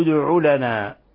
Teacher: الدال مقلقلة لأنها سكنت وهي من حروف القلقلة الخمسة